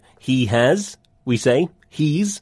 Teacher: Instead of has, lots of English speakers say z. · Term: z contraction